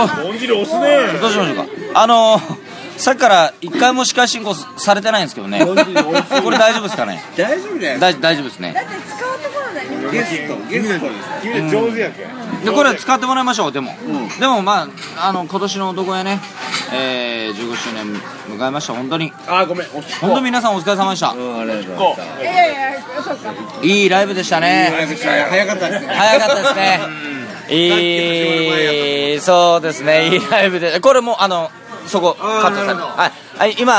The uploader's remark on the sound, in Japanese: 打ち上げ3件目の店で録音しろ録音しろと しつこくうるさいのでボイスﾚｺｰﾀﾞｰ起動。打ち上げ3件目の店で録音しろ録音しろと しつこくうるさいのでボイスﾚｺｰﾀﾞｰ起動。